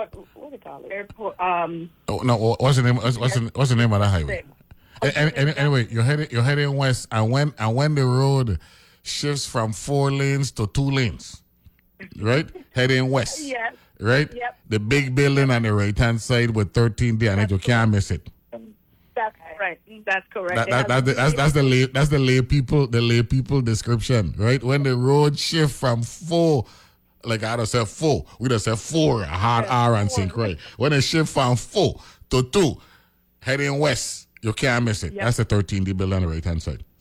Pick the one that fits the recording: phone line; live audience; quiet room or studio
phone line